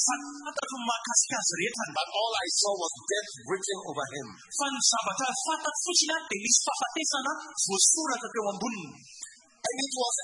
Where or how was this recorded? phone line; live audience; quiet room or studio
live audience